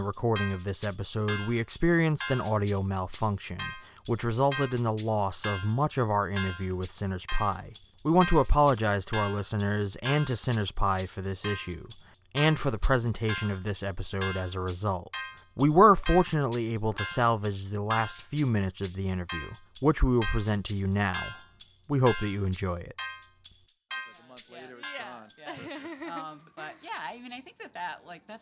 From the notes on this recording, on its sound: Additional shout outs and thanks to the Parlour for hosting this recording at their fine space on North Main Street in Providence.